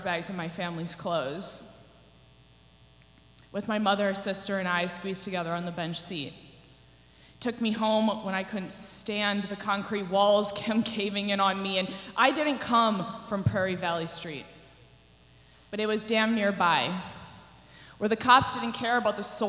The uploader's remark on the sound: This is the live recording